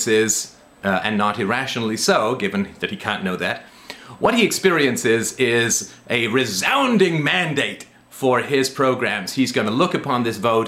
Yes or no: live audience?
no